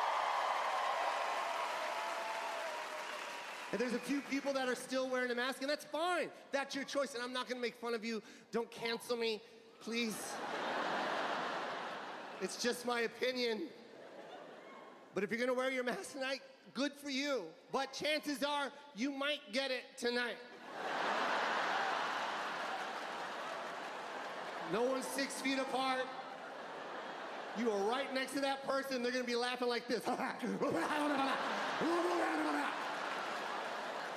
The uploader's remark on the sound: Live from the Los Angeles Forum 2022